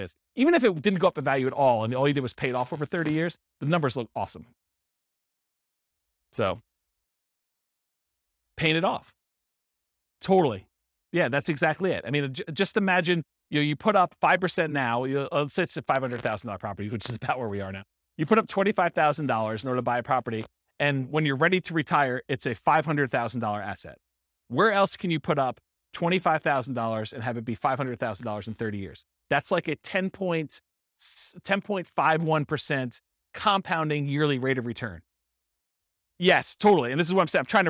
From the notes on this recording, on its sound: This was a live class recorded